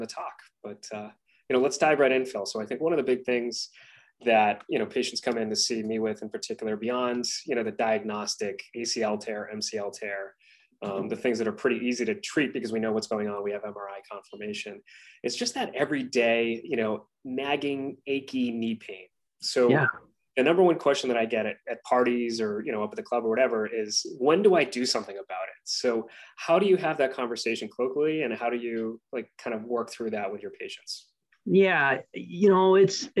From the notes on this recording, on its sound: in this LIVE webinar!